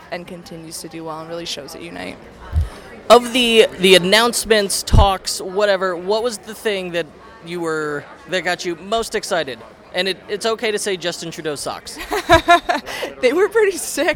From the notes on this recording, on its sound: Live at Shopify Unite 2018.